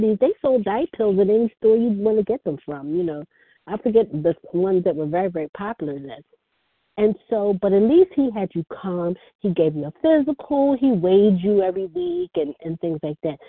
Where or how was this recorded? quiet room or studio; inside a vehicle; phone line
phone line